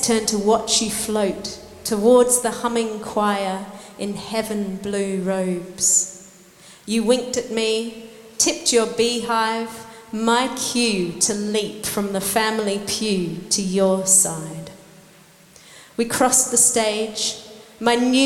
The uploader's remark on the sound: We recorded them performing live for The Zoo's 30th birthday celebration event